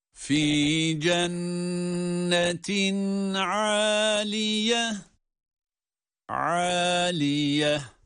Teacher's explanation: Burada da tenvinden sonra ayn harfi geldiği için izhar yapılıyor. Yani tenvin açıkça okunuyor.